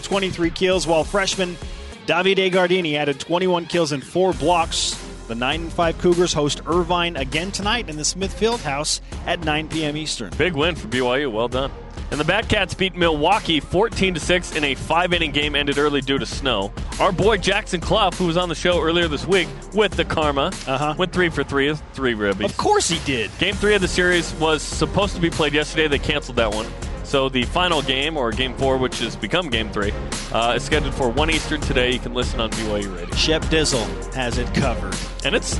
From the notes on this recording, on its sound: It's men's basketball game day in Las Vegas. Live from the Orleans Arena.